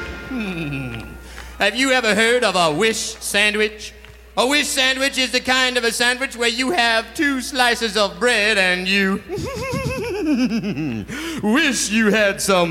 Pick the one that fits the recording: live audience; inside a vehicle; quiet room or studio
live audience